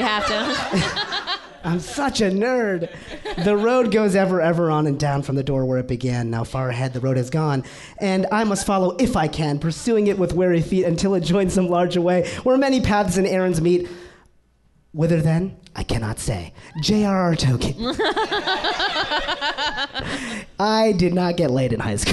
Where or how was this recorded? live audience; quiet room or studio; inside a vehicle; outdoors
live audience